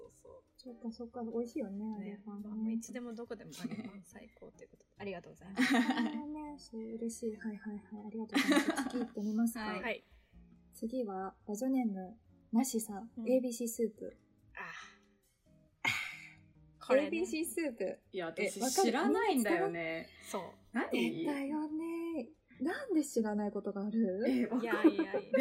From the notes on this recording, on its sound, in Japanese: 今回も、リモート収録でお届け！！音声の質、すなわち音質について至らない点もあるとは思いますが。